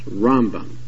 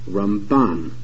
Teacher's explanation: Maimonides, Rambam, has the stress on the first syllable, Rambam, whereas Nachmanides, Ramban, has the stress on the last syllable, Ramban.